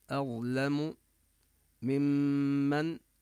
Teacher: نبين الغنة على الميم المشددة، هي أضغمت أظلم من من، أضغمت النون بالميم فرسمت ميما مشددة من دون كتابة الميم، كتاب من دون كتابة النون.